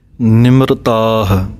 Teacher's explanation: ਤੱਤੇ ਦੇ ਕੰਨੇ ਨੂੰ ਲੰਮਾ ਬੋਲਣਾ ਹੈ ਅਤੇ ਹਾਹਾ ਮੁਕਤਾ ਬੋਲਣਾ ਹੈ